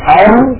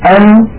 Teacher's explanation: يجد بأن الراء أعمق قليلا إلى الداخل، يعني لو كان هذا شخص الحلقي وهذا اللسان أن هنا أر تكون أعمق إلى الداخل قليلا أن أر أن أر، فالراء أعمق قليلا إلى الداخل.